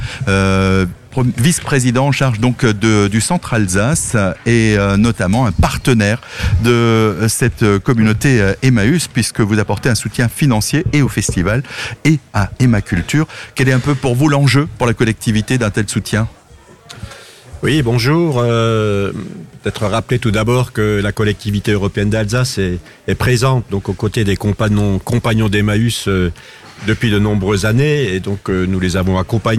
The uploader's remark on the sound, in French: Emission en direct depuis la salle des ventes de la communauté Emmaus de Scherwiller (Centre Alsace) à l'occasion du festival compagnns d'encre